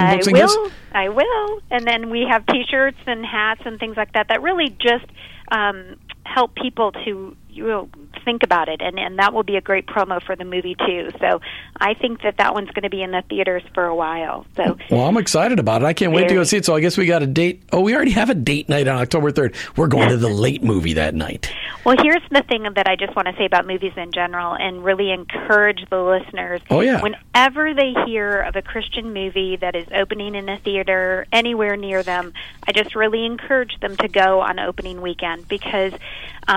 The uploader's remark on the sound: calls in and talks about what is happening live at the Christian Product Expo.